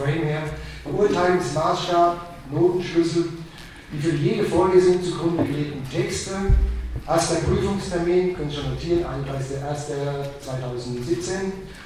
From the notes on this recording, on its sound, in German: Ringvorlesung im WS 2016.